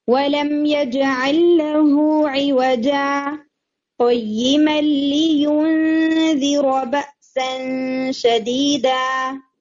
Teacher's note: سانس نہیں لینا، صرف بریتھ لیس پاز کرنا ہے شارٹ ٹائم کے لیے، اور پھر آگے آپ نے کنٹینیو کر دینا.